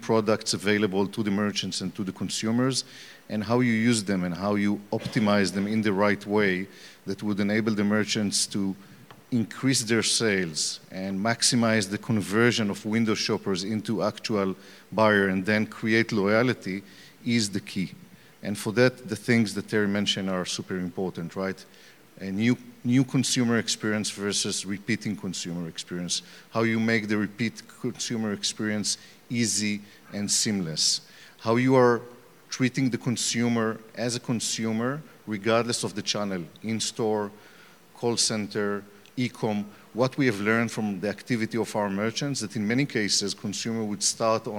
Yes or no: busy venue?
yes